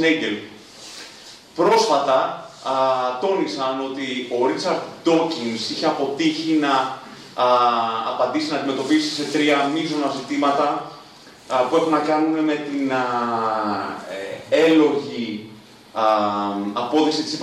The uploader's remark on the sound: Lecture delivered with Greek translation in Athens' anarchist quarter.